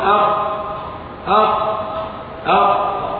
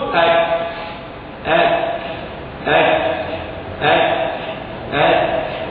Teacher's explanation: وإذا أردت أن تمثل بوضوح للهمس فأسفل الهمس على الكاف ثم تكمل الكاف، فقل أك أك أك أك أك، كما أنك إذا ذكرت الجهر فقل أق أق أق للقاف، تجد أن احتكاك العضوين تلاصق بقوة بالقاف ولم يتلاصق بقوة بالكاف